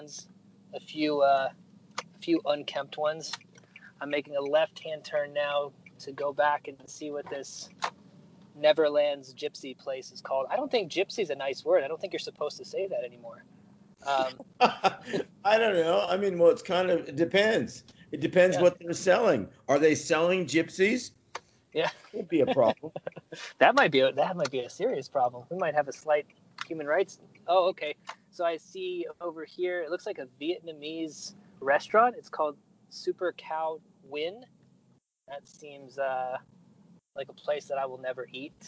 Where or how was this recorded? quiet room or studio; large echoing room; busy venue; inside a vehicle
inside a vehicle